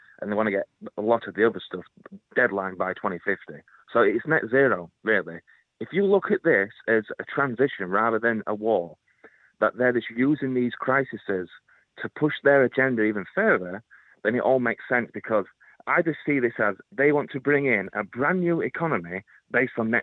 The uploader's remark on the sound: It's quite simply the best radio phone-in show in the world. Takes calls from the listening audience.